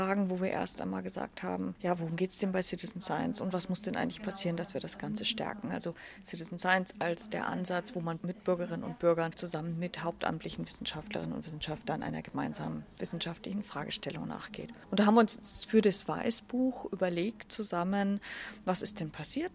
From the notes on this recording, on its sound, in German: Österreichische Citizen Science Konferenz bei der inatura Erlebnis Naturschau in Dornbirn, Vorarlberg, statt. Haben die Konferenz mit dem Aufnahmegerät begleitet und vor Ort mit Beteiligten aus Österreich, Deutschland und der Schweiz gesprochen.